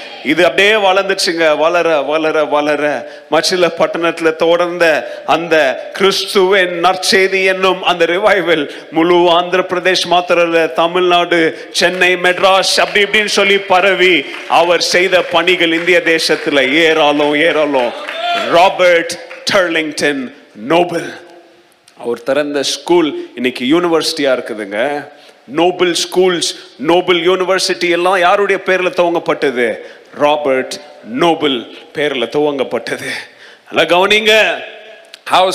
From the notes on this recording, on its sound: Missions Sunday Second Service Sermon Live